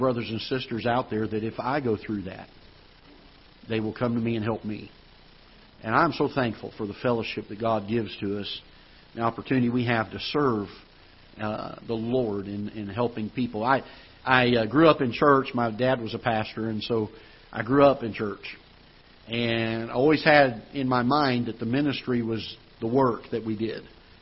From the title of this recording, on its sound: Ketha Heights Baptist Church ~ Live Broadcast